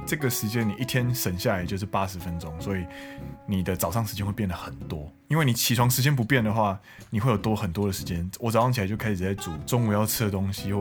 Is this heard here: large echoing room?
no